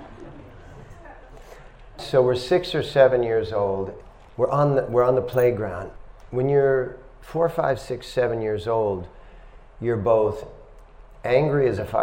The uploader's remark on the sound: At The Dharma Temple – Vancouver | Lecture 1